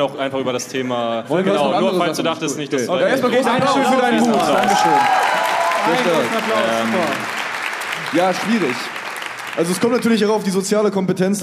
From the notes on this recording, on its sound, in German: Live aus Frankfurt. Der erste Tour-Stop der Live Podcast Tour liegt hinter uns. An die, die Live dabei waren: Nicht wundern, es wurde ein bisschen rausgeschnitten.